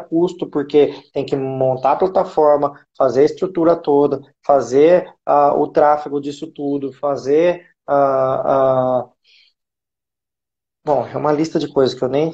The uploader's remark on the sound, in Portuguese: Esse podcast é uma live de perguntas e respostas realizada no Instagram